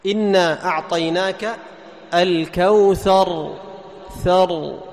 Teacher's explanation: تكرار يسير، ليس التكرار الذي ينشأ عنه أكثر من راء. ما تقول الله أكبر بر، لاحظ هذا نشأ عنه أكثر من إيش؟